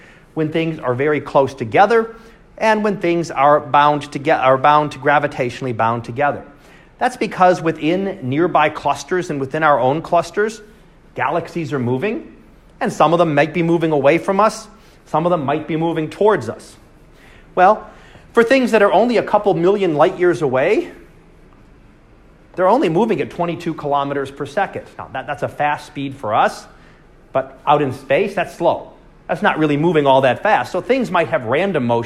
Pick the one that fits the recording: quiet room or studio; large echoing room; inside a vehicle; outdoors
large echoing room